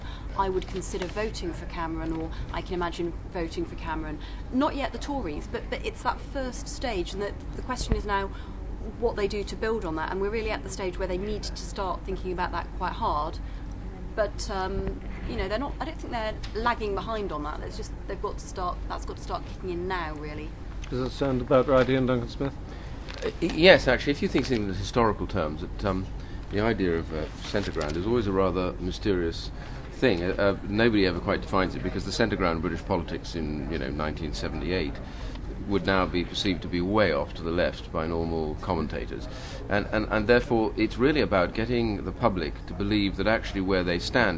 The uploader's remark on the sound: at the Conservative party conference